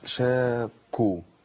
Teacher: ده خطأ برضو مشهور جدا شاكو الله ما تنفعش هي عموما القاف المضمومة سهل قلبها إلى كاف مضمومة